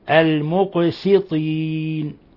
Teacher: حركتين، يحب المقسطين، القاف تقلقل لأنها من حروف قطب جد، المقسطين، نلاحظ ضرورة ترقيق السين لأنه بعدها حرف إطباق وحرف استعلاء، فلا نحولها صادا